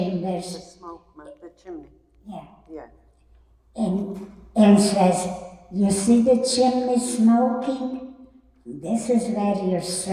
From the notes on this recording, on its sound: Recorded Live at The Torah Center ATL